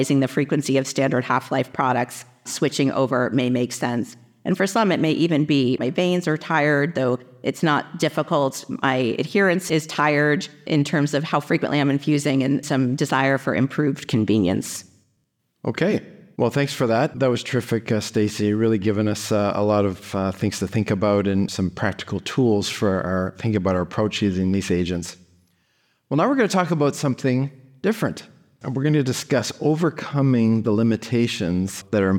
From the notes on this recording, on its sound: In this new PeerView activity based on a recorded symposium at the 75th Annual Bleeding Disorders Conference.